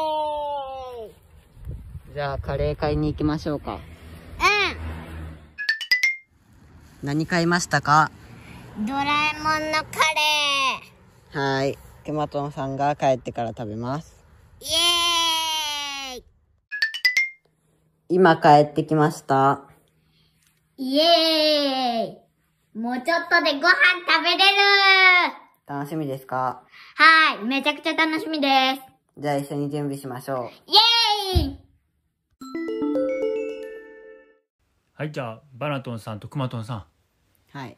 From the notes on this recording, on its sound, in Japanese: お出掛けしながら録音にチャレンジしました！